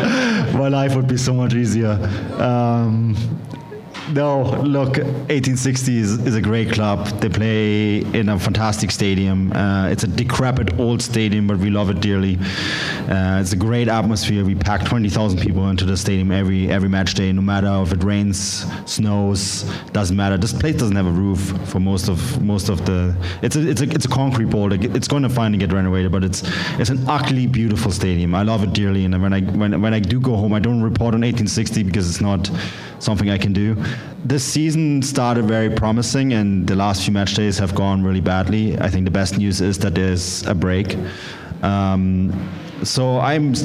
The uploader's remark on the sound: the live audio from the pre-match event